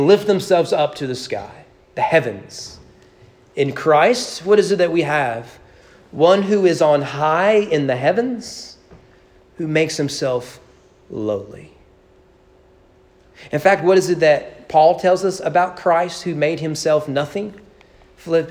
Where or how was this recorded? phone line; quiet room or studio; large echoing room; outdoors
large echoing room